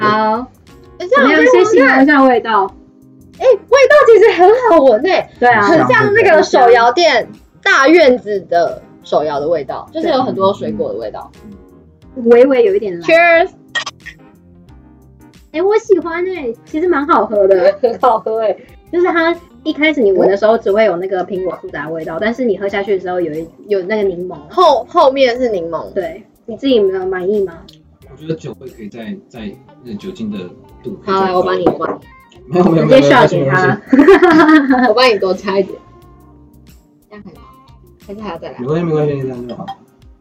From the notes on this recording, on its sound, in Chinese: 本集內容因技術問題，音質不如預期，致上十二萬分歉意。